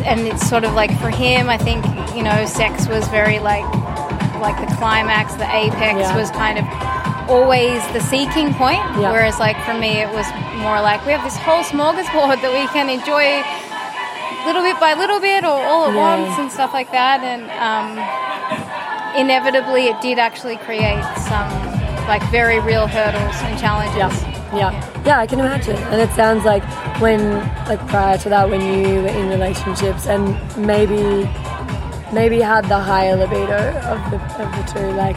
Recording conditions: busy venue